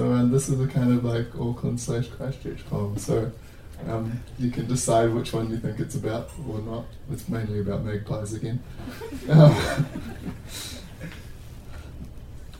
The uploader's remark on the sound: Stories and poems from the UC Postgrad Students Association Open Mic Event